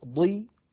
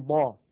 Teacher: أقل مراتب هذه الحروف هي أن يكون الحرف مكسورا فالكسر يضعف من تفخيم الحرف ولكن لا يفنيه، يعني ضي هي أقل من ضا ولكنها مفخمة لا تخرج عن كونها مفخمة